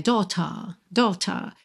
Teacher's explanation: no inglês britânico, seria sem o R enrolado